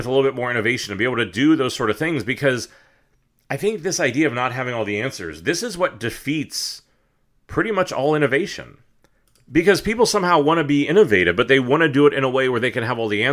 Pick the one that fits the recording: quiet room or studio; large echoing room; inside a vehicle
quiet room or studio